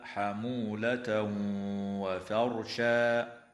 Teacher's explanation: ويدغم التنوين في الواو مع الغنة بمقدار حركتين